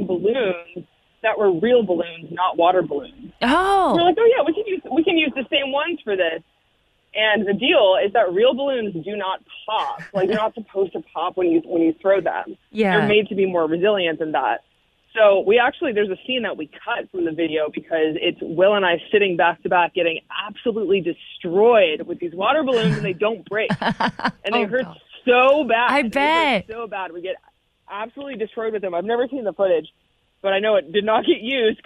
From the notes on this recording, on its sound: Called in to chat.